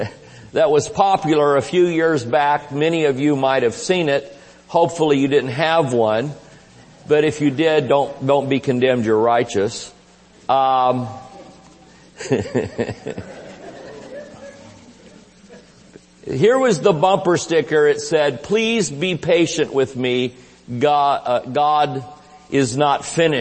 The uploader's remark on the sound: Recorded Live at Shining Light Church